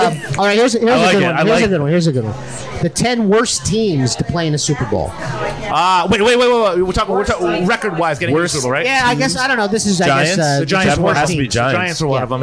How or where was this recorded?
busy venue